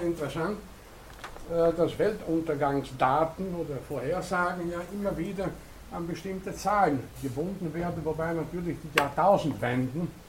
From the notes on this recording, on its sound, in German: Diese Vorlesung wurde von Studierenden der Uni Wien aufgenommen